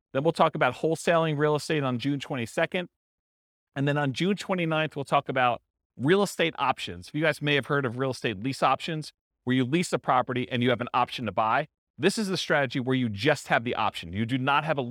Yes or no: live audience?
yes